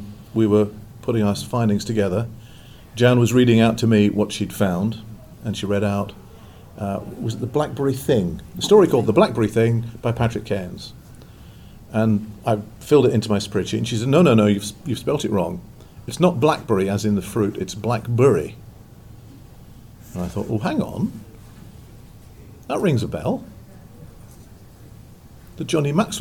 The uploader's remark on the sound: In an interview recorded live at the science fiction and fantasy convention Armadacon.